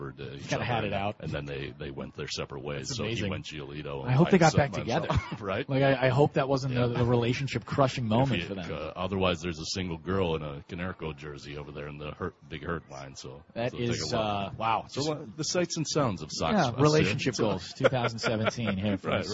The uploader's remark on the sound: live from SoxFest 2017